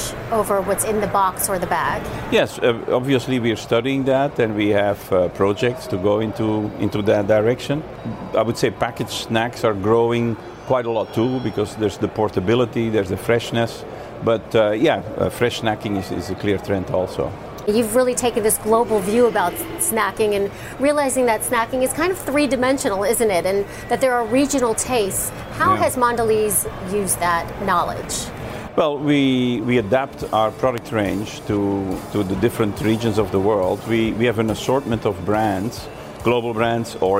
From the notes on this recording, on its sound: live from The New York Stock Exchange